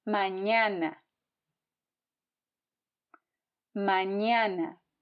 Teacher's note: It's as in the word onion, but more nasal.